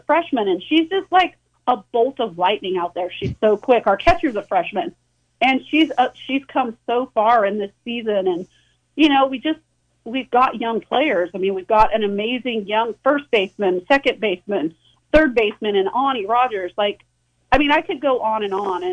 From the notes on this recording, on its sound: an hour of community call ins